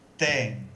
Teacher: c'est une nasale un peu diphtongue, hein, puisqu'il y a un I. C'est une diphtongue nasale.